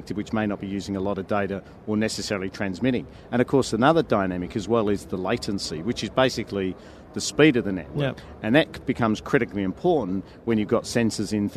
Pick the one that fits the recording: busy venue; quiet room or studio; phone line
busy venue